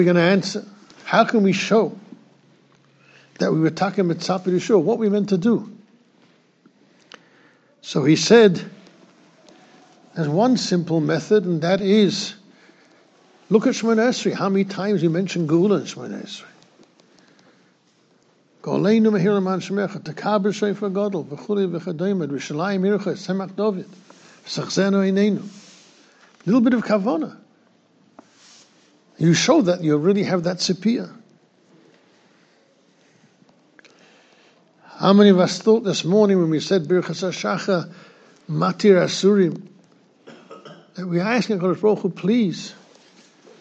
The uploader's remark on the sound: Shiur recorded in Yeshivas Ohr Reuven, Monsey, NY.